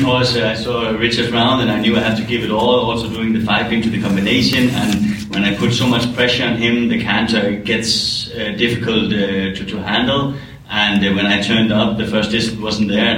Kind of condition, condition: setting, busy venue